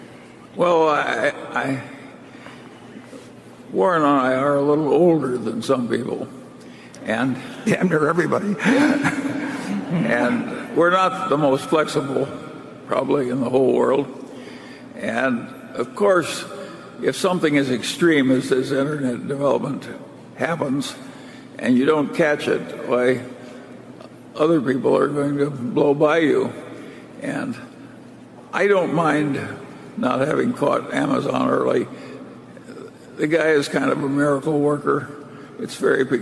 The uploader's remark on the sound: This is one of the highlights from the five hours of Q&A at the 2019 Berkshire Hathaway AGM in Omaha.